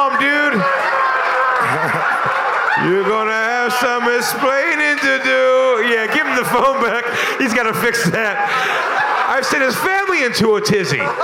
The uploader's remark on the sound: Live from Skankfest in New York City.